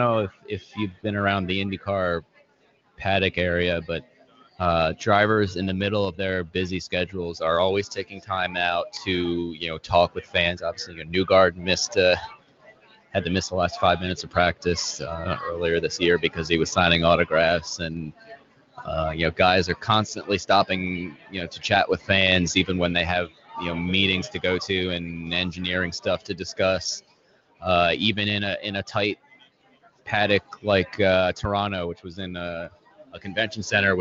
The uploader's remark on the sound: Live at PM18 at Pit Lane Parley